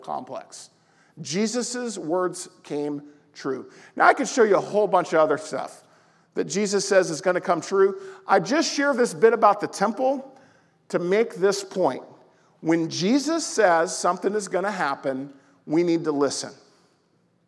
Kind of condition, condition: setting, large echoing room